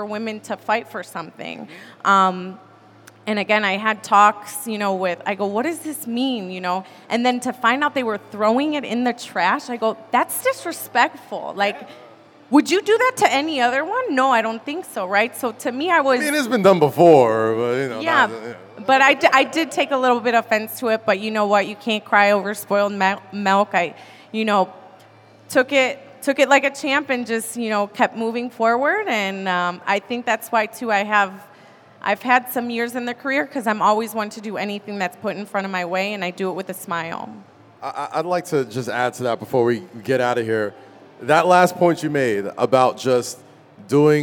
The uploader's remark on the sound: Live at the WrestleMania Superstore.